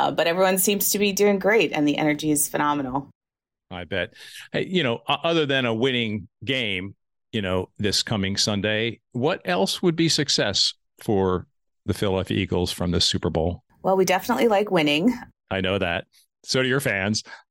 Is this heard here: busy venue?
no